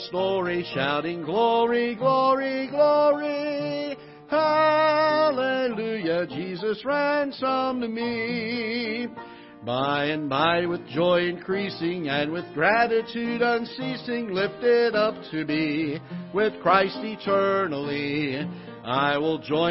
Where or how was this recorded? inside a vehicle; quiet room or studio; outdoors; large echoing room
large echoing room